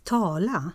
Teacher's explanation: Ett enkelt ord med accent 2, med 2 olika sätt att uttala A-ljudet.